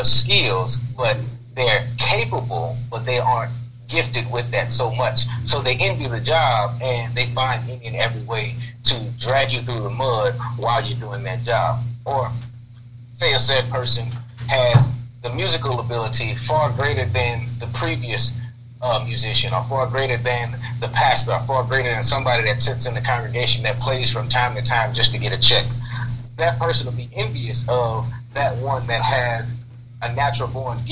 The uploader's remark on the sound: calling in on the phone, so please forgive the sound quality